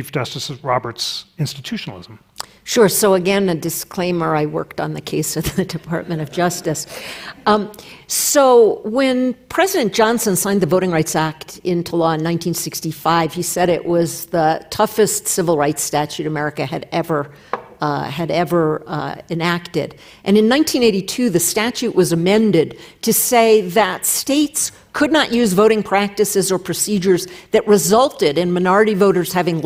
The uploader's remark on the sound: for an in-depth discussion at the 2023 Aspen Ideas Festival